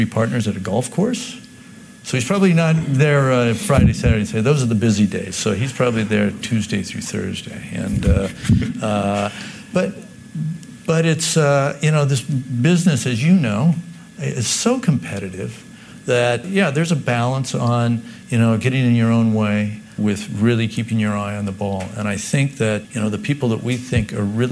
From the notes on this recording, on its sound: This episode took place at a recent Institutional Investor conference for Corporate Funds and Insurance Portfolios, with the core discussion about ICMA-RC occurring in front of a live audience. Live Show Begins.